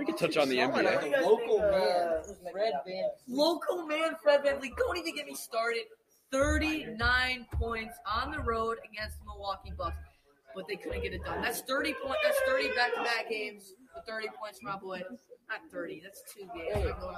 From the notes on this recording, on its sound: includes some background noise